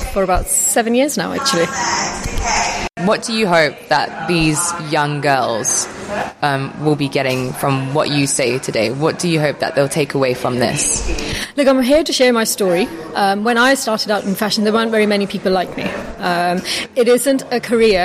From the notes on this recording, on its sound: Reach Next Generation staged our latest Summit at The Etihad